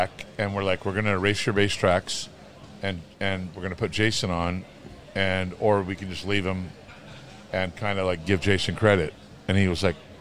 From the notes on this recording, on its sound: at the recent Good Things Festival in Brisbane